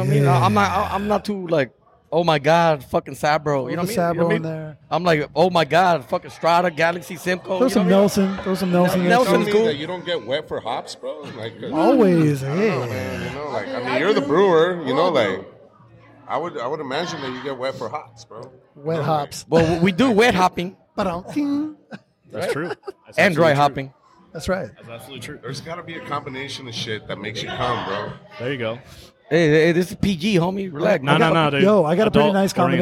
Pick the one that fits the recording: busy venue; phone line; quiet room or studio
busy venue